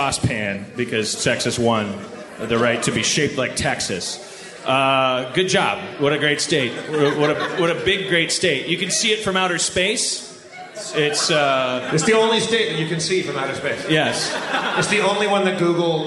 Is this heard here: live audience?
yes